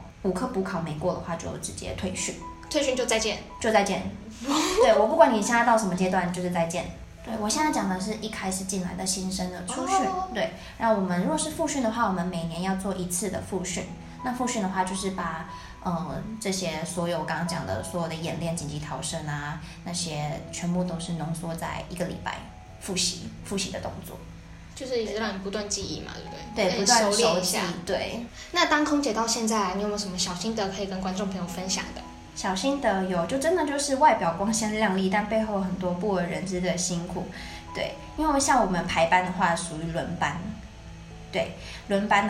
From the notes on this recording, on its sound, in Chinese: 本集因場地錄音關係，技術不夠成熟，些許回音或雜音， 已利用一些背景音樂遮掉請各位見諒。